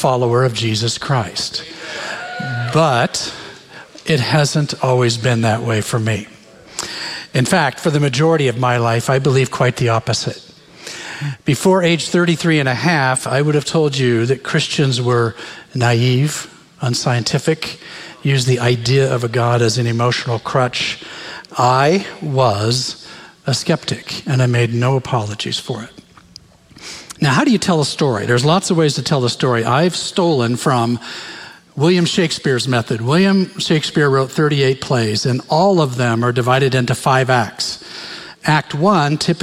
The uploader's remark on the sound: Recorded live from Capital Church in Meridian, Idaho.